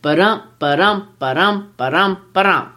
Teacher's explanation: It's an iamb, an unaccented syllable, and an accented one, and it sounds like this.